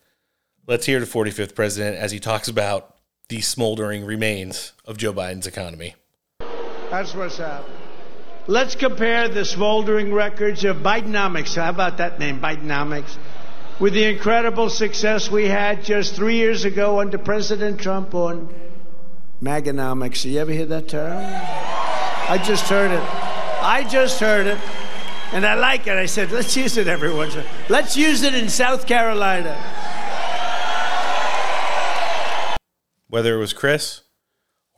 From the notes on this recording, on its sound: delivered remarks at a Rally Event in North Charleston, South Carolina